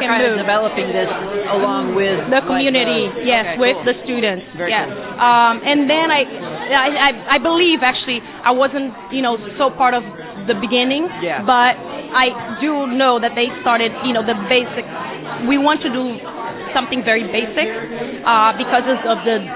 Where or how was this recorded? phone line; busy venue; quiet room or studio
busy venue